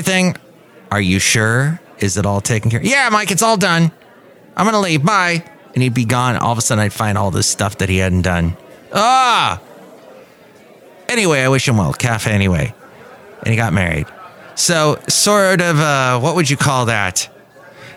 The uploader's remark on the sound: Podcasts live from Café Anyway.